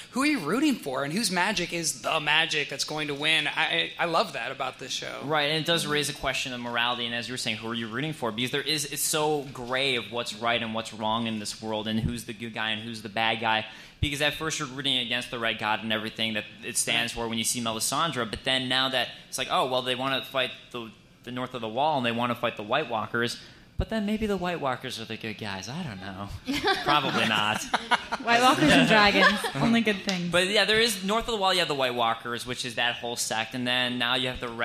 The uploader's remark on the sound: taped live at the Jon Lovitz Comedy Club at Universal City Walk